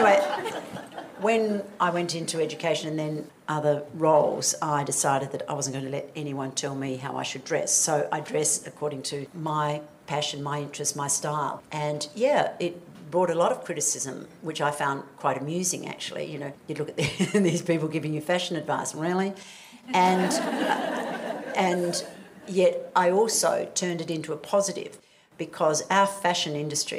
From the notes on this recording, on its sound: A Q+A at the CommBank Women In Focus Conference. Use of the audio from the Women In Focus conference.